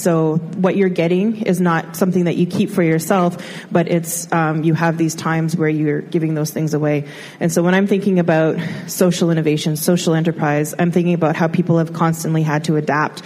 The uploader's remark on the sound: Live from EconoUs 2019. We are podcasting live from EconoUs, which is the Community Economic Development Conference in London, Ontario.